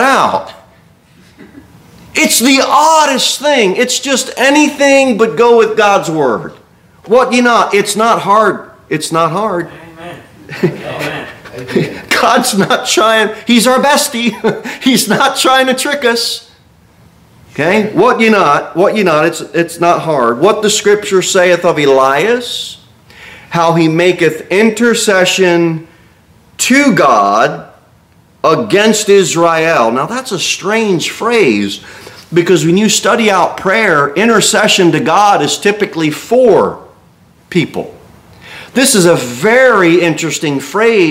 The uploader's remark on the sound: Sermon delivered at Pilgrim Baptist Church on Sunday, October 29, 2023, at 11-15 am. Cookeville, TN 38501.